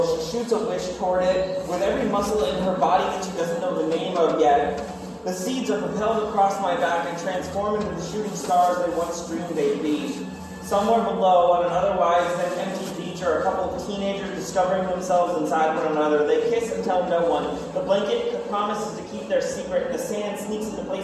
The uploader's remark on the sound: performs at Ingenuity Fest 2022